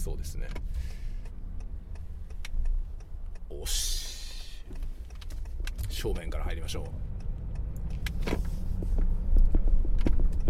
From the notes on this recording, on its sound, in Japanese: ドライブしながらAUDIXのマイクを試してみる。M1250BS というマイクを使ってのドライブ車中収録テストです。使用マイク： AUDIX M1250BS 使用レコーダ： ZOOM F6。